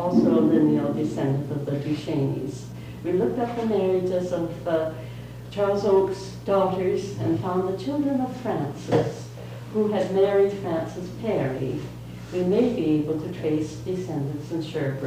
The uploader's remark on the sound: At time stamp 4:45 the episode turns into an audio recording from a Historical Society Meeting